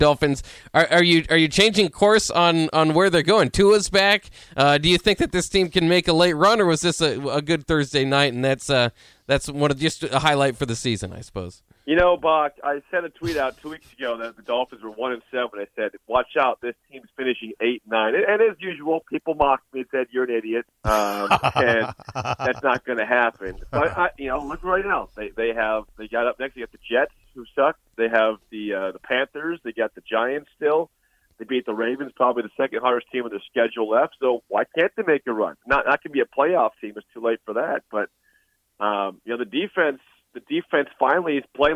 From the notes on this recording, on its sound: Calls in Live from Miami. Live from Florida.